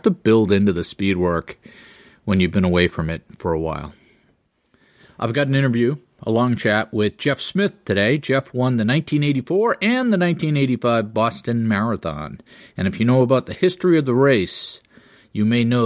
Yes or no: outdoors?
no